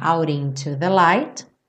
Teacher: aqui no out, para juntar no into, ele reduziu o T para rarara